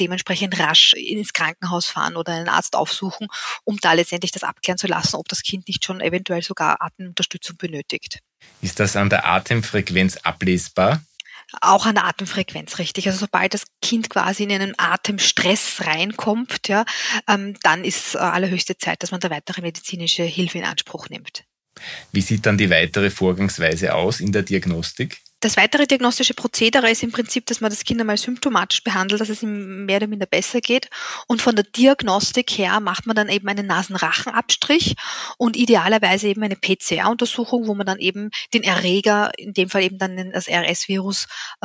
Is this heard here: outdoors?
no